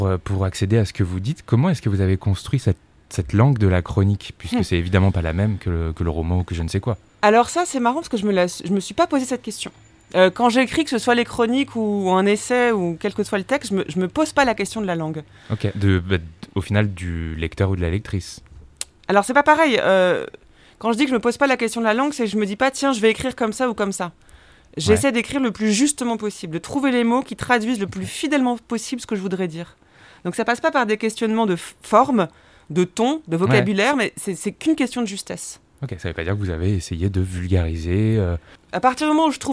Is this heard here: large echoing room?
no